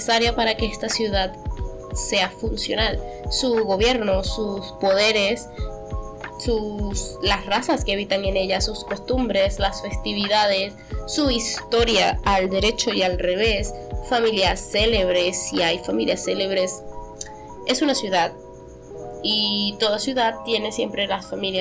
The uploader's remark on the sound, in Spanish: Prometo que a futuro traeré mejor calidad, tanto en audio como en guion